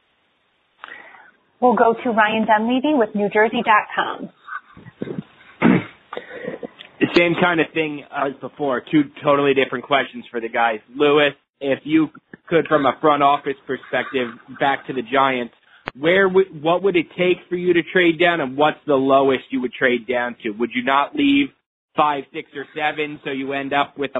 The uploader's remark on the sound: NFL Draft media conference call.